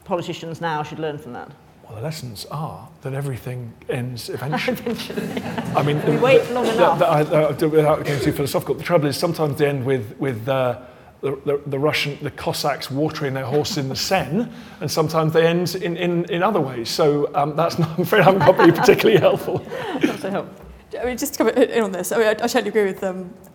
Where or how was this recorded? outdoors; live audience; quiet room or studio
live audience